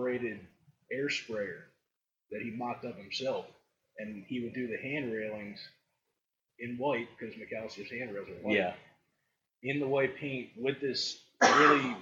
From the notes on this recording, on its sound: I apologize for the sub par audio. I tried a new method of recording and it didn't go well.